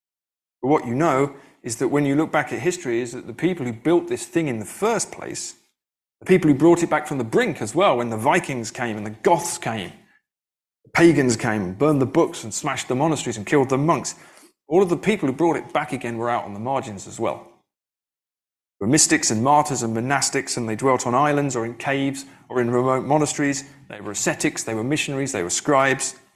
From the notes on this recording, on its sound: delivered the keynote address at the 2023 FPR conference in Madison, Wisconsin